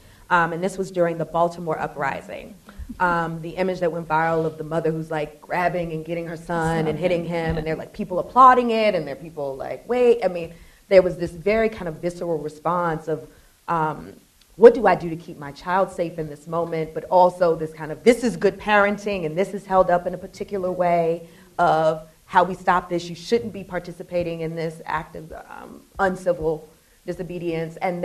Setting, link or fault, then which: setting, live audience